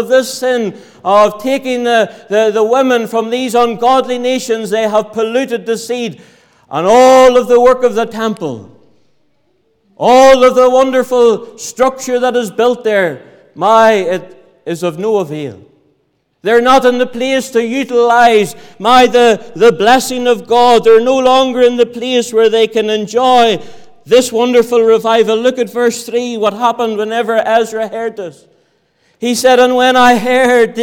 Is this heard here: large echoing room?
yes